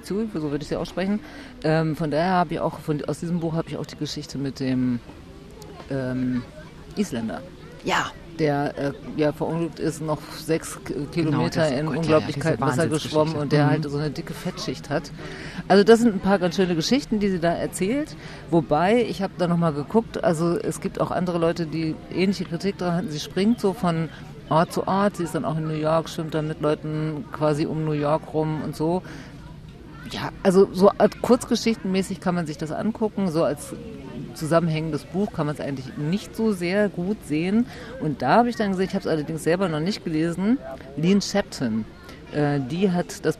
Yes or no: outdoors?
yes